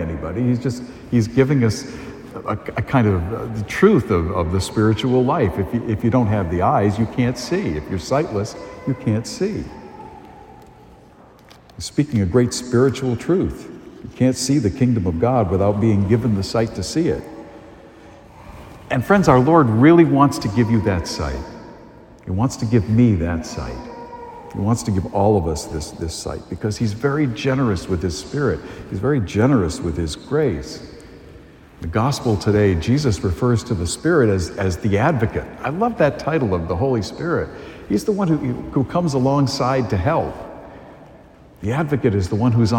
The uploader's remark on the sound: A homily delivered at Holy Family Parish in Amesbury, Massachusetts